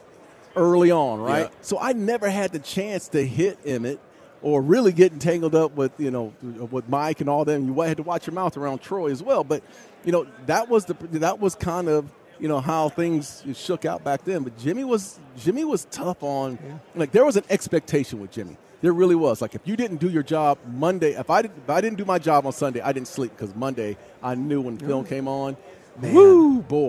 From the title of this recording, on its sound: live from Super Bowl Radio Row